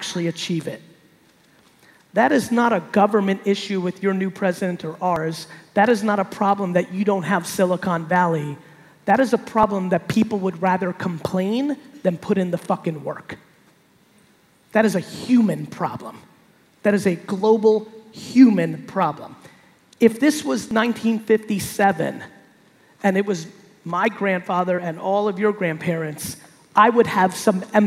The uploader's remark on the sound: RD Summit 2019. A keynote that I gave at the RD Summit in Brazil.